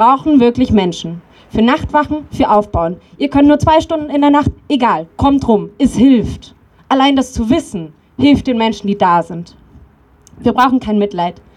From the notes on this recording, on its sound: O-Ton Mahnwache gegen den Brandanschlag auf Klimaaktivist*innen.